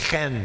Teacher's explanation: it starts with kind of almost a guttural sound in the throat. But it transliterated, it's C-H-E-N, but it's a hard C-H, not a k, but more of a ch.